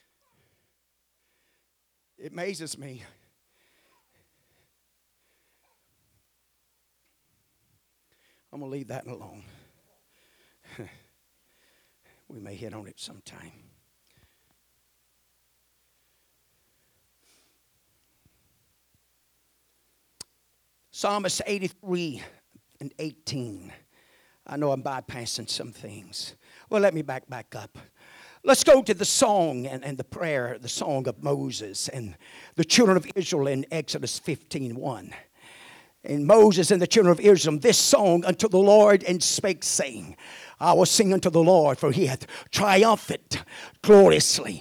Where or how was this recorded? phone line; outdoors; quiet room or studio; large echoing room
large echoing room